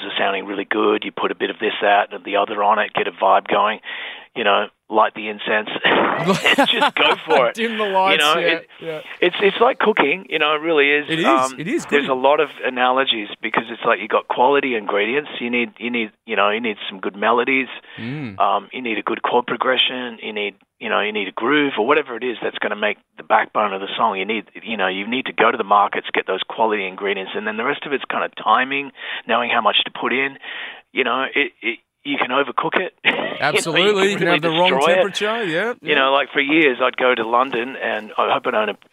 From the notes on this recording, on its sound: jumped on the phone